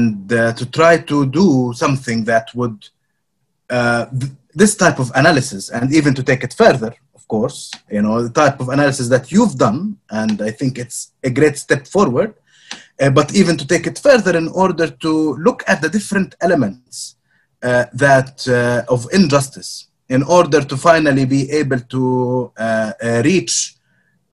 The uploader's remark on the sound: for organising this webinar and for permission to use the audio